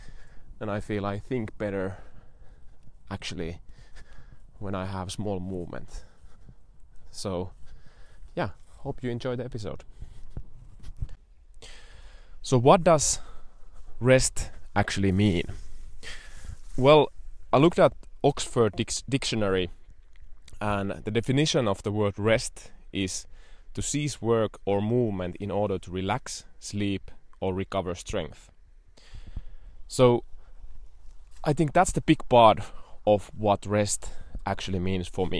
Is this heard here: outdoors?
yes